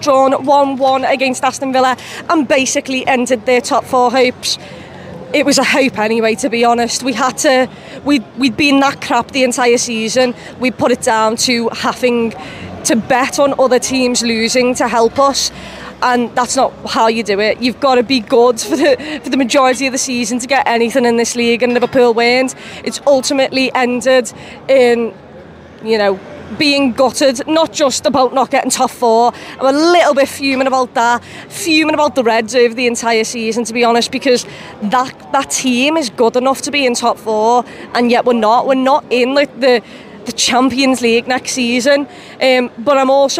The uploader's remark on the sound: Gives her match reaction outside Anfield.